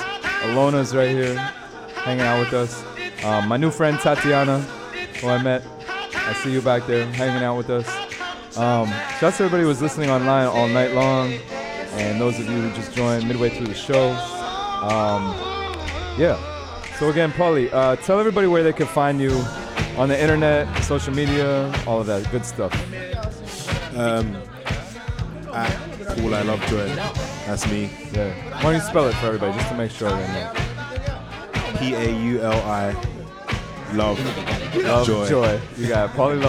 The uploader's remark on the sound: Originally broadcast live on April 3, 2017 from the storefront of The Late Late Bar on Houston Street in New York City